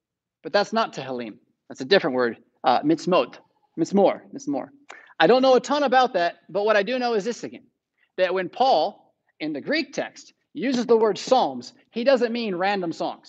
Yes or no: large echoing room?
yes